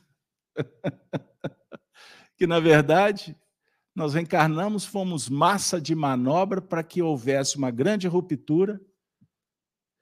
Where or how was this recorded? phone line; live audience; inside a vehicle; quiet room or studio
live audience